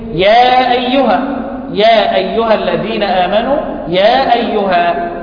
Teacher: كان الحرف المد آخر كلمة والهمزة أول الكلمة اللي بعدها يسمى مد إيه؟ منفصل